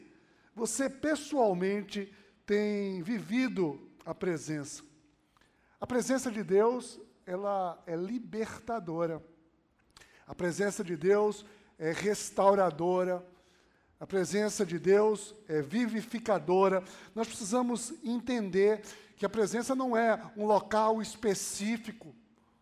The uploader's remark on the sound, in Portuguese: Podcast gravado na PAES Piedade